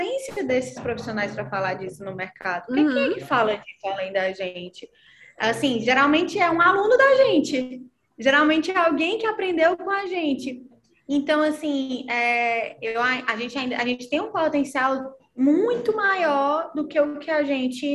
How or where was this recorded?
video call